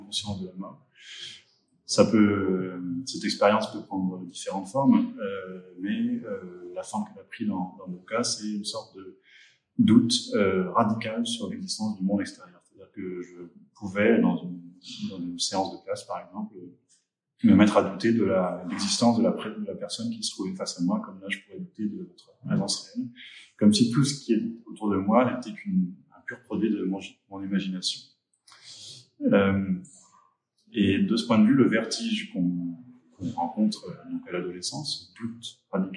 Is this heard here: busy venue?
yes